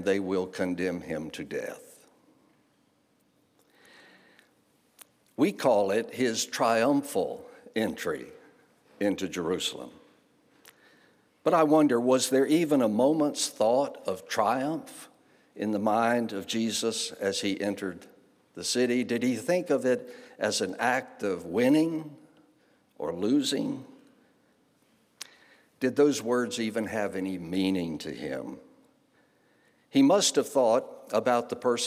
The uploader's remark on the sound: guest preacher at Home Moravian Church, Winston-Salem, NC